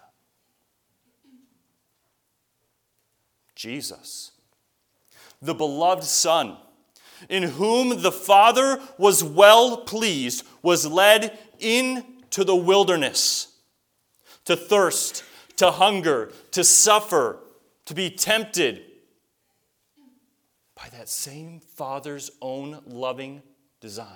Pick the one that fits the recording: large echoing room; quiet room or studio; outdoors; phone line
large echoing room